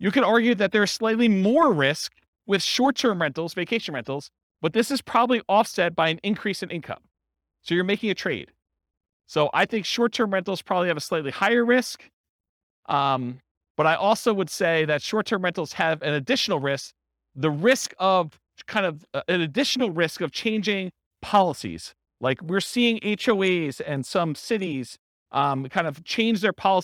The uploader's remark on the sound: This was a live class recorded